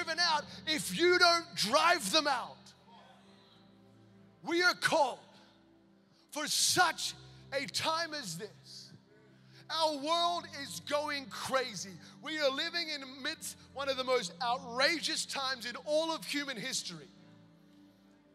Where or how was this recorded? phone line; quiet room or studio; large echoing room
large echoing room